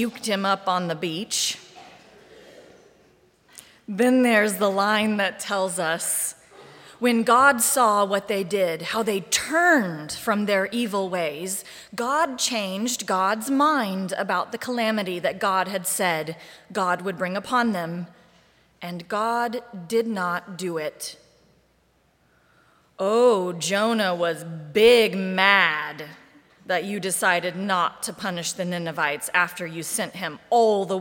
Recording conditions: large echoing room